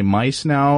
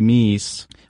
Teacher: because the letter I used to be pronounced more like E · Shown in: second take · So the word mice, that we say mice now, that spelled the same way in Middle English, that'd be meese.